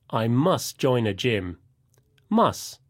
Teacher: And must sounds like must without the final t sound.